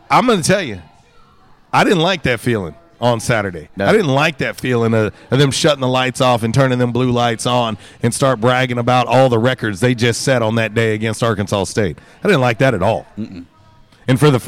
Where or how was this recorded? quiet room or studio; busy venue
busy venue